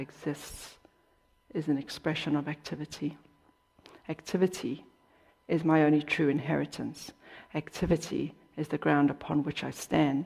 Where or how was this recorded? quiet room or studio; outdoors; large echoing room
large echoing room